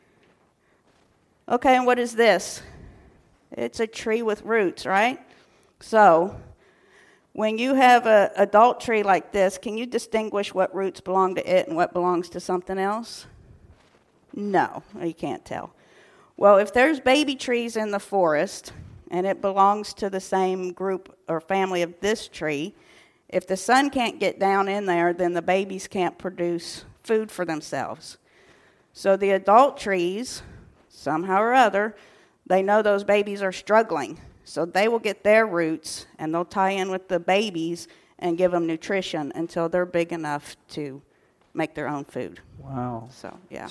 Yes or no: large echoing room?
yes